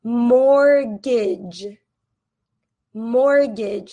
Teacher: So you can see that this T is actually silent.